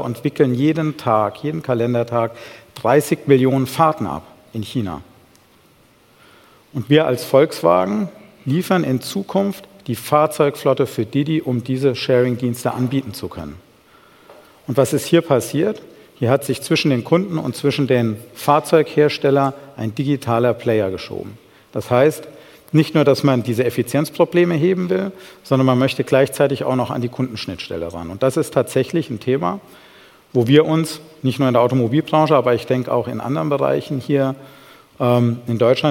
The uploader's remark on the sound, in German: beim auto motor und sport Kongress 2019